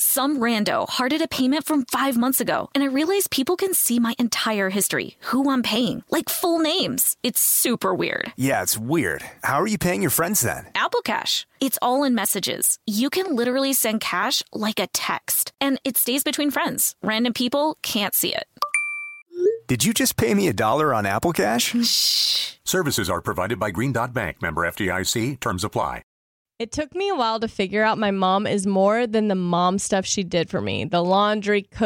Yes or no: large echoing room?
no